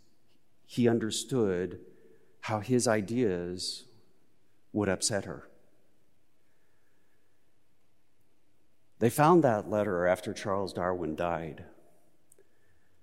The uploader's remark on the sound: Recorded live at Beatitudes Church in Phoenix, AZ.